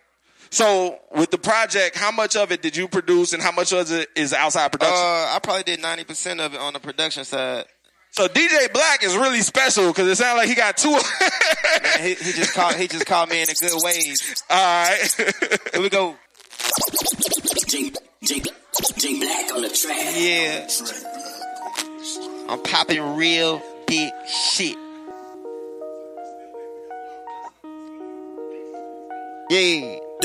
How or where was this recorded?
busy venue